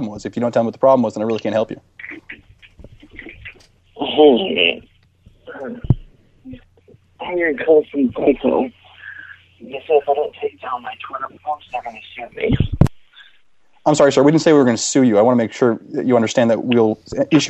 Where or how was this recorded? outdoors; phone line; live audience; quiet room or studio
phone line